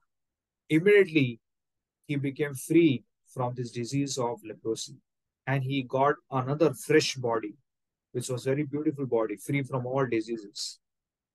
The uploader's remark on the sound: Zoom recorded session